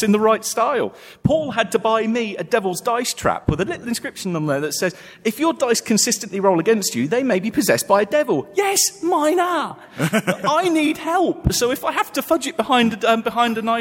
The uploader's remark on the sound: We’re coming to you live from Necronomicon 2019. This was recorded a few weeks ago, but it was a live event at the time.